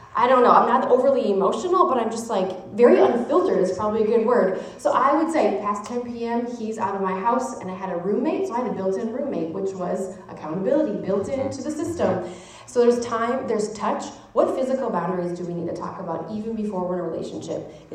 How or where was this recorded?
live audience